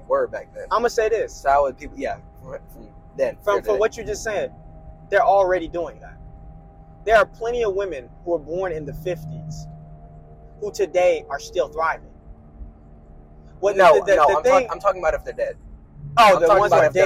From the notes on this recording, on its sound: Just some kids who're talking about real life, in the car. CLEAR AUDIO.